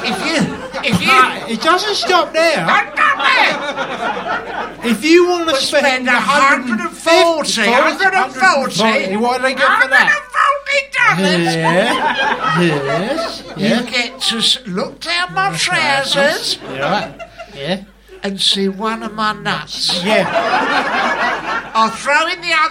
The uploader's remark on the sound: In front of a live audience at London's Museum of Comedy.